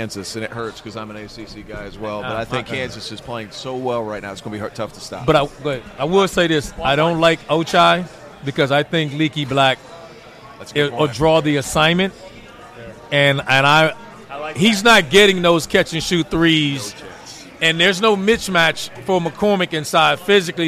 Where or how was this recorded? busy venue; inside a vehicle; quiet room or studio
busy venue